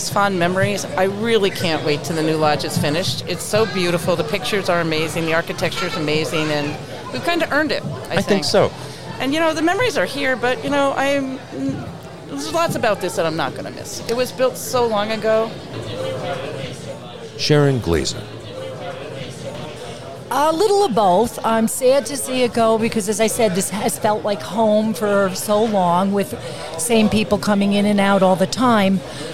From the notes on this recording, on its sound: The Killington Download Podcast took the microphones on the road and set up shop during one last party at the Mahogany Ridge Bar.